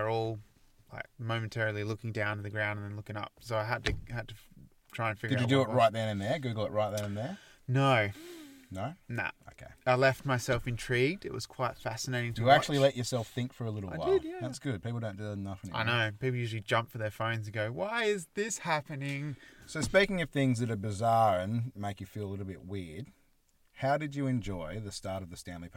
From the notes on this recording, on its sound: This week we are back in the car studio, getting the best out of the small space's acoustics and sensual basal tones.